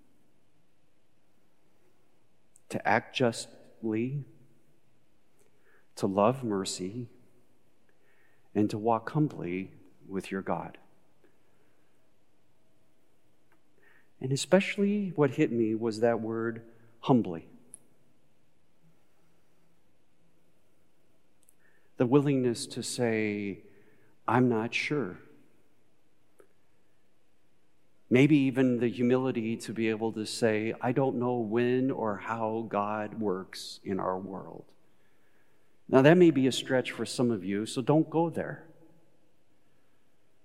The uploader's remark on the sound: Recorded live at Beatitudes Church in Phoenix, AZ